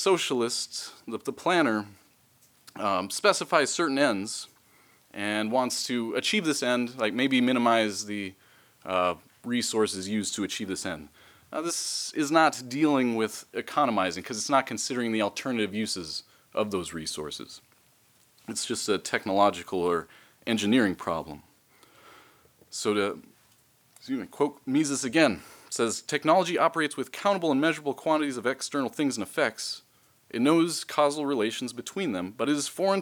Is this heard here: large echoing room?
yes